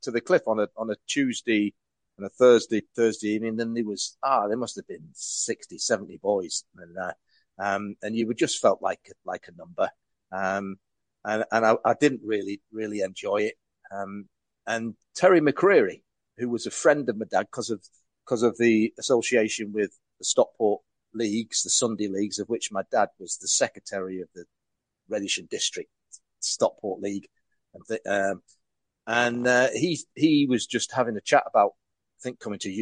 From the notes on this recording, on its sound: We recorded the episode on Zoom. Was limited to 45 minutes.